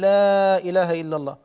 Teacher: فحينما تبالغ في نفي الألوهية عن غير الله تمد صوتك بكلمة لا · Term: مد التعظيم